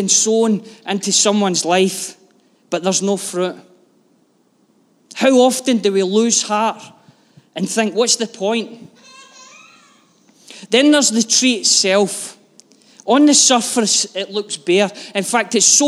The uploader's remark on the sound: Live from our Sunday gathering.